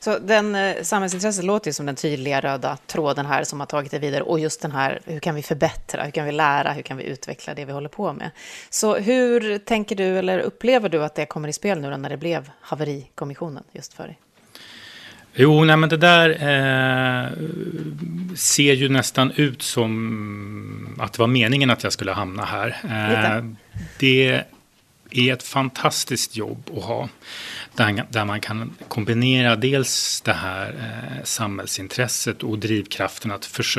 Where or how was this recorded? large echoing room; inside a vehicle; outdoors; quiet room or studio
quiet room or studio